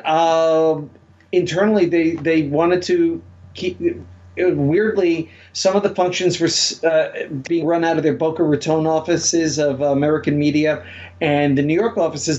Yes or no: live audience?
no